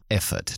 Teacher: acentuación al principio y schwa al final